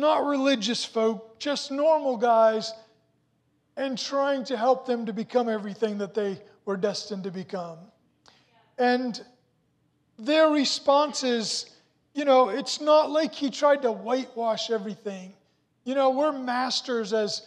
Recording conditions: large echoing room